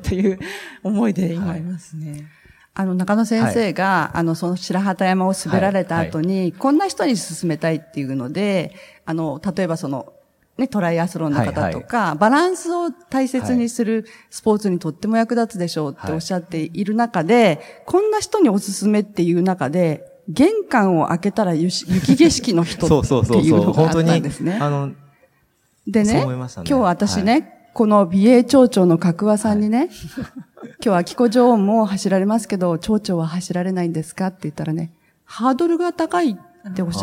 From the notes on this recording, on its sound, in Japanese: 北海道「丘のまち びえい宮様国際スキーマラソン」大会終了後公開収録にて対談をさせていただきました。